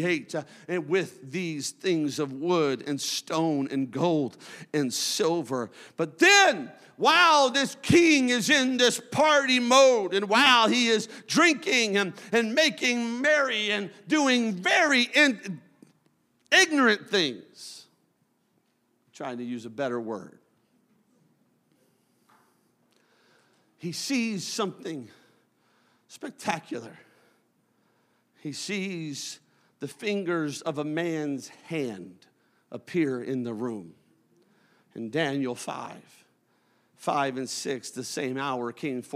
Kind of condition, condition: setting, large echoing room